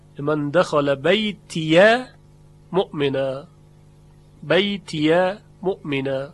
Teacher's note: اما حفص به فتح الیا خونده